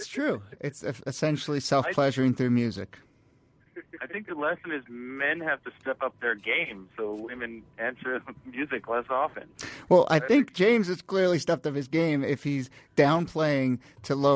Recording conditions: phone line